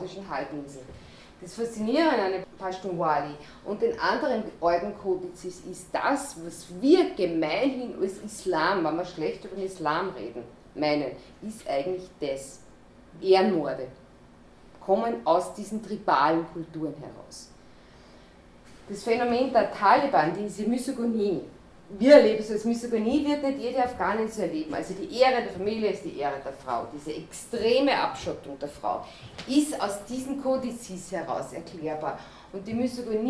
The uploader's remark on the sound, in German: Workshop mit Journalistin und Kriegsreporterin. Sie sprach im Rahmen der Green Lecture Reihe der Grünen Bildungswerkstatt OÖ.